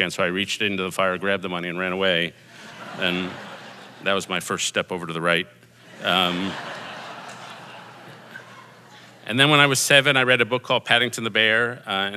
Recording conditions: live audience